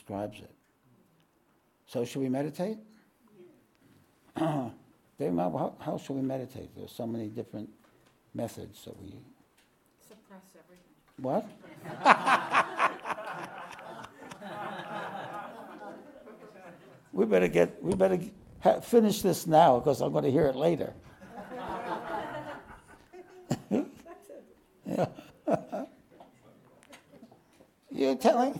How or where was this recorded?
live audience